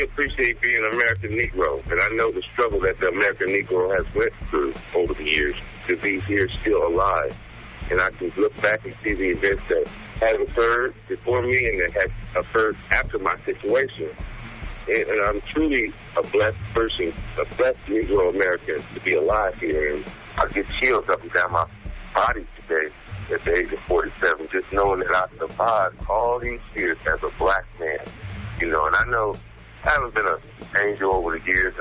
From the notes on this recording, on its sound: By Phone. At home in Southern California. Digital recorder.